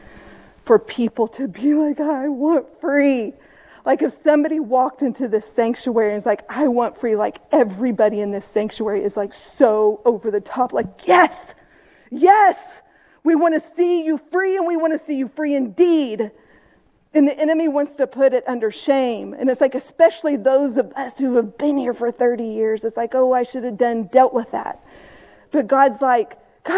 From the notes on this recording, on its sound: This message had a lot of comments and scripture reading that didn't use a microphone. The recording is a bit choppy and was unable to capture those scripture readings and comments.